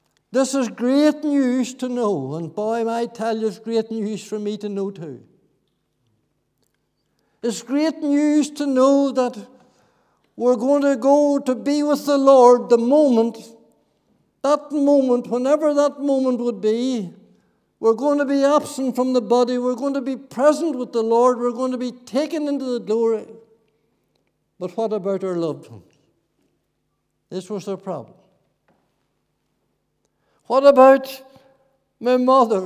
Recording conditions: large echoing room